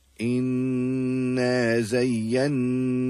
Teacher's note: The letters noon and meem, when it has a shadda on it, it will be recited with ghunnah. The nasalization should not exceed the duration of two haraka.